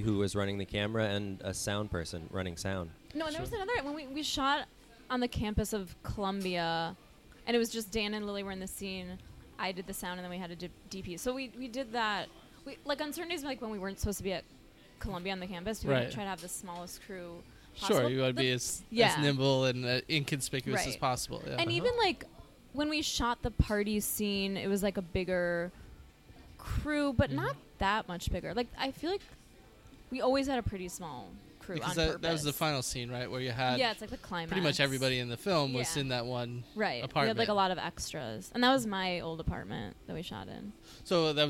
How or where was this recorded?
busy venue